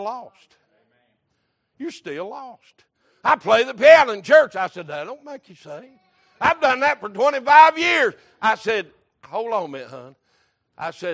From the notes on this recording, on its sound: Sunday Morning Service